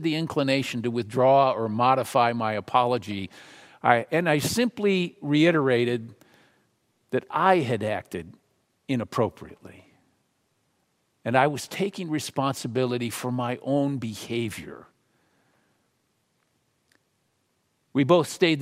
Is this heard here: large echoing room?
yes